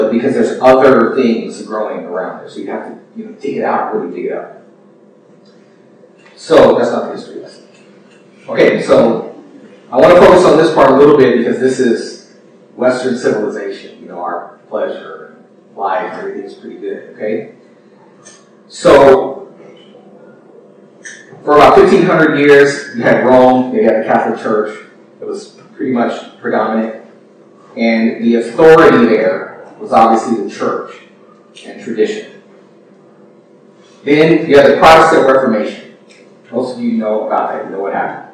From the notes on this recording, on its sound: Unfortunately, we experienced some technical difficulties with the recording process. We apologize for the poor audio quality.